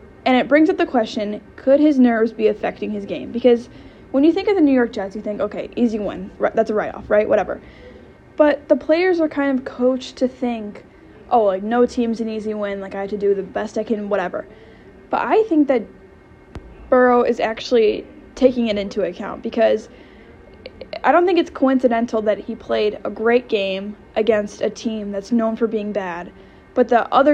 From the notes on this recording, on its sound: I had to record this in school, so I apologize for the background noise!